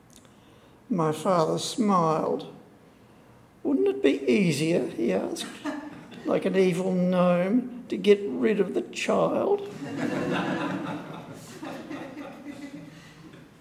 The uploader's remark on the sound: Campion College and its Centre for the Study of the Western Tradition (CSWT) had the pleasure of hosting the book launch. An audio recording of the launch.